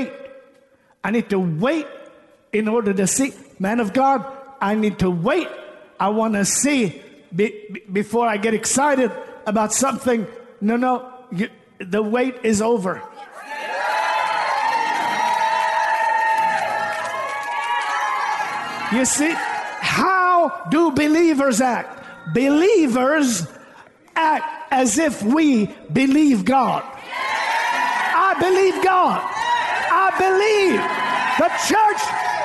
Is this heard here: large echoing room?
yes